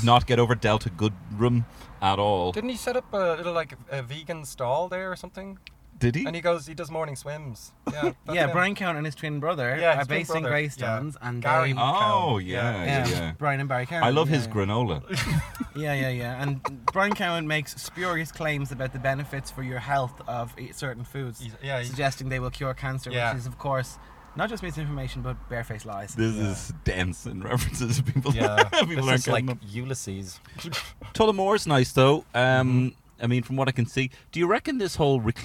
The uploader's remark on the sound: recording live from Toyota Aygo X!